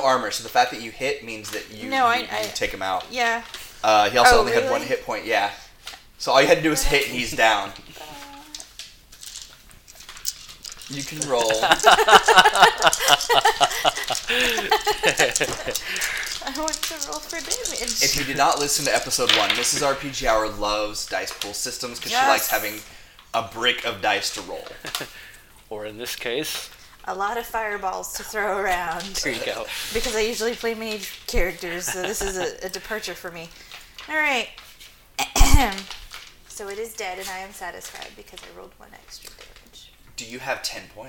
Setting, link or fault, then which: fault, sounds in the background